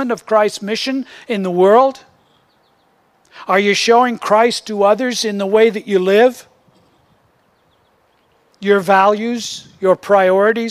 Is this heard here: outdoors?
yes